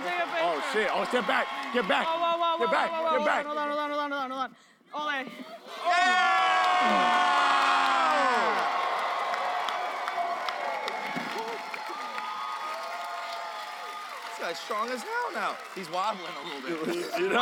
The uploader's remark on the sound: live from RTX!